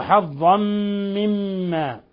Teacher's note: تنوين فتح جاء بعده الميم إضغام بغنة ثم ميم مشددة تغن مقدار حركتين